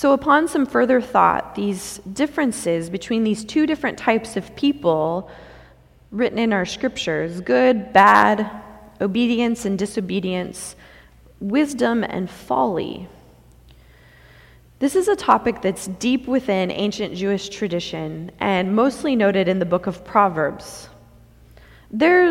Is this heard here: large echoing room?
yes